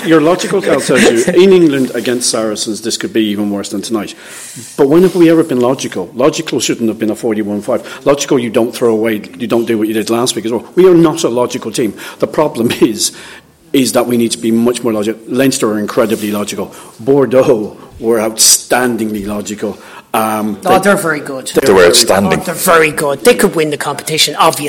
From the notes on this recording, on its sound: give their thoughts in the post match press conference